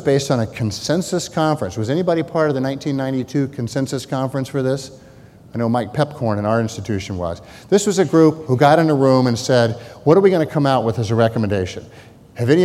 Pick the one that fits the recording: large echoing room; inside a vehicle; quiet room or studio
large echoing room